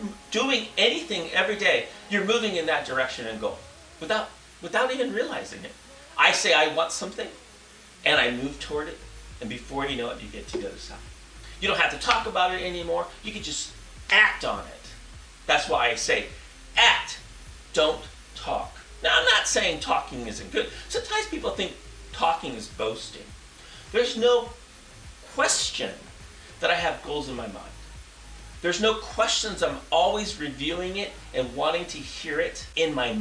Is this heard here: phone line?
no